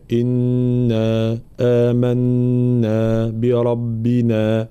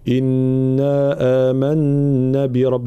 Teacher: مدود متتالية متساوية · Shown in: first take